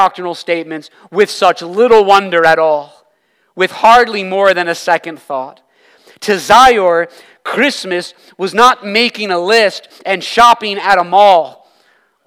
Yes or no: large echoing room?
yes